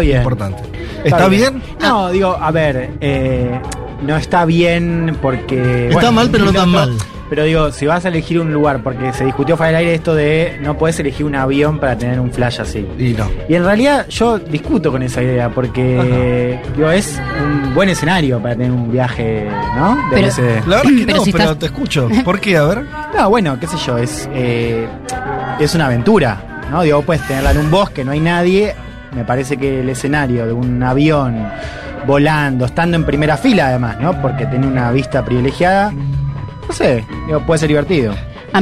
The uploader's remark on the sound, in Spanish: Programa completo de Un Mundo de Sensaciones desde el festival IMPARABLE